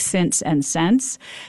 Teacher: I might start saying pin and pen more alike, but I probably don't know that the same vowel needs to merge in words like since and sense. So I wouldn't do it in the natural pattern.